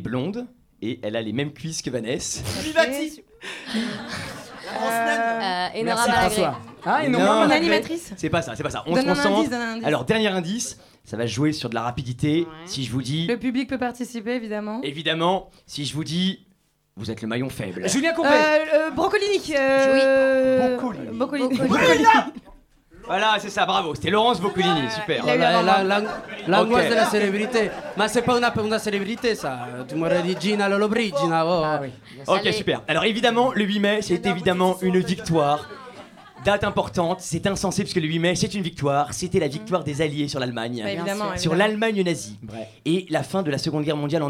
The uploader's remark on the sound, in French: en direct de La Loge